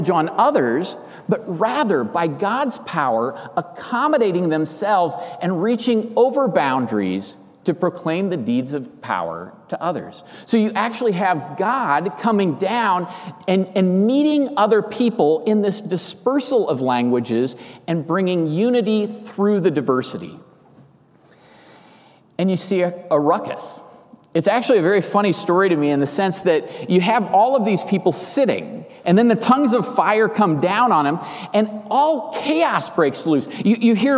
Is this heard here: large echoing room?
yes